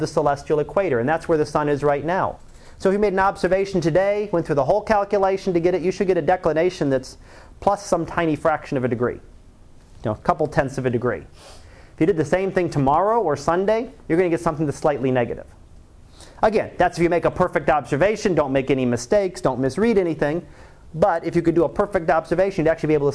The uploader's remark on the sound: Live Class Lecture